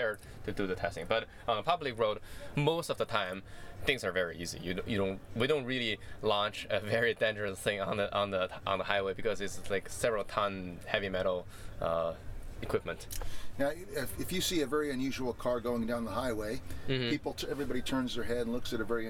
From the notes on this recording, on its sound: all recorded at the conference held at the San Jose Convention Center